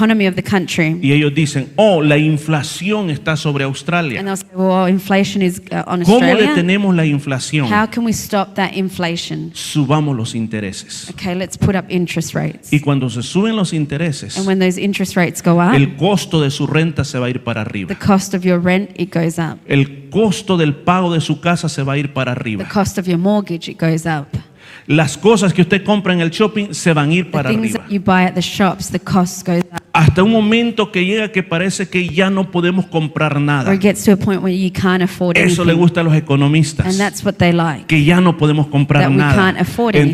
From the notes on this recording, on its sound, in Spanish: Este predica se transmitio en vivo el domingo 29-10-2023 en la iglesia cristiana Jesus es el camino ubicada en la 50 frape avenue yokine